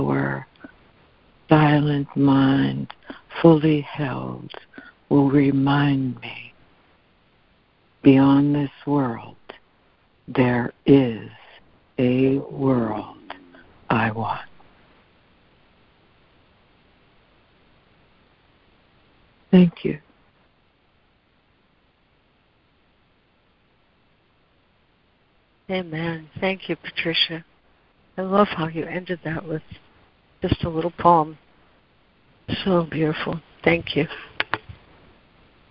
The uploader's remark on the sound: ACIM Daily Conference Call